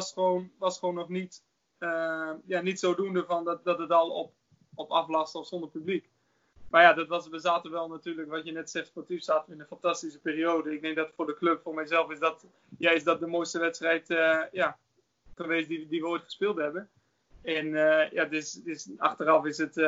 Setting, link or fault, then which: link, video call